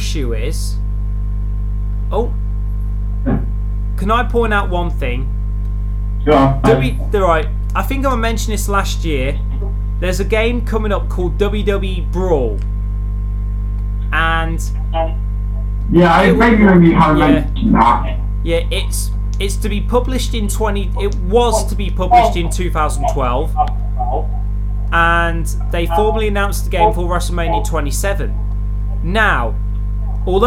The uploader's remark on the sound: Possibly poorly recorded because we have a new computer and Skype is only accessible on that view.